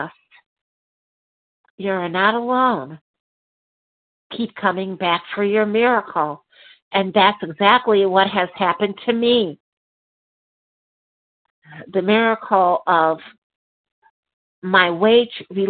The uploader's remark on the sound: qualification from the 100 Pounders Phone Meeting